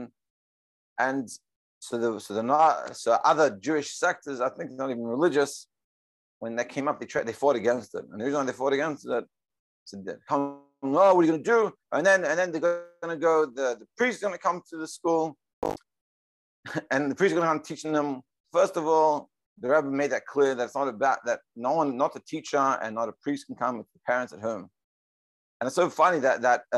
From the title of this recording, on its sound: Daily Zoom Shiur